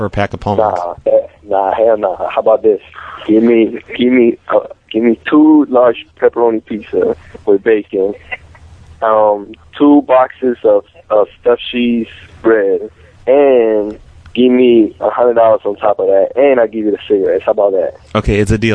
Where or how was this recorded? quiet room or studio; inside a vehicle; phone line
phone line